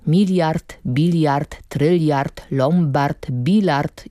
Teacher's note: Może być tak, że końcowy dźwięk t zapisujemy literą t, może być jednak i inaczej. Głoska bezdźwięczna niekiedy ukrywa się za dźwięczną literą D właśnie na końcu wyrazów. Takie zjawisko nazywa się ubezdźwięcznieniem wygłosowym. · Term: ubezdźwięcznienie wygłosowe